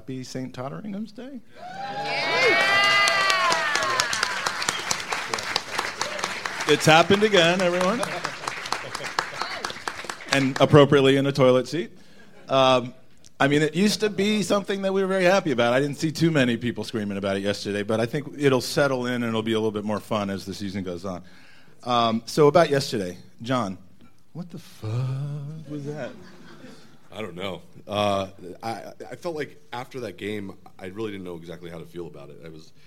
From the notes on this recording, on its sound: the special LIVE podcast performed on Saturday 22 April during the GoonerPalooza Spectacle in Chicago, Illinois, USA